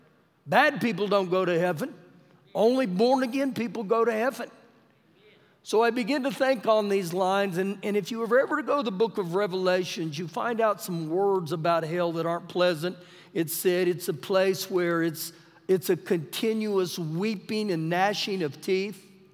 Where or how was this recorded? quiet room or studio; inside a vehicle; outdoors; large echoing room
large echoing room